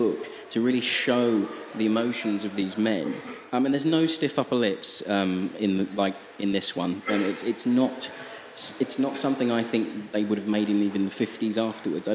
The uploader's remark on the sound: We Have Ways Festival 2023. We recently gave a talk at the fantastic 'We Have Ways of Making You Talk' podcast Festival.